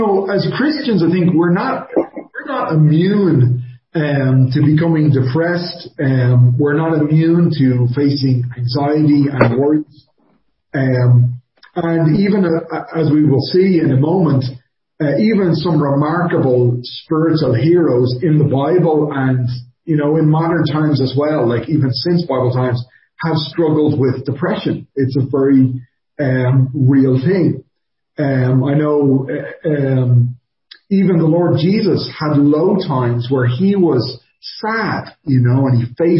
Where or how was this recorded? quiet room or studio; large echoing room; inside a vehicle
large echoing room